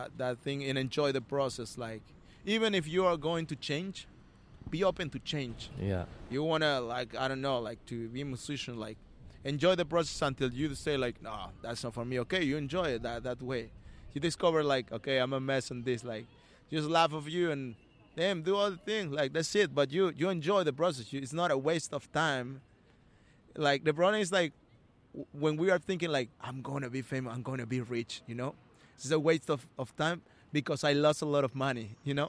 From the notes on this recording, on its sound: the street, so you’ll be immersed in the natural sounds of the Melbourne CBD